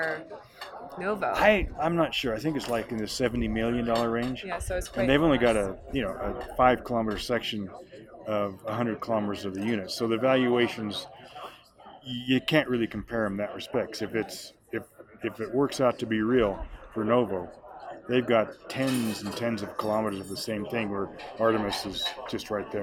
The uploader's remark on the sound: On location in Beaver Creek